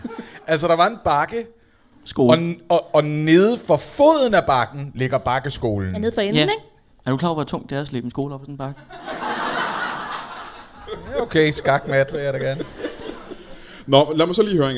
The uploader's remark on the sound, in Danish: LIVE fra HCA Comedy Festival